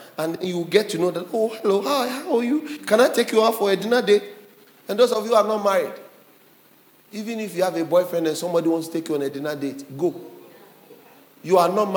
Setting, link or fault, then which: setting, large echoing room